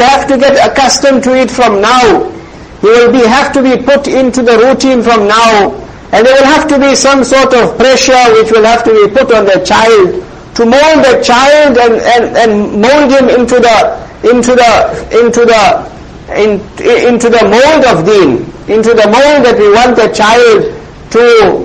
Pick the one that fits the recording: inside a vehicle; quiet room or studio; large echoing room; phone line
large echoing room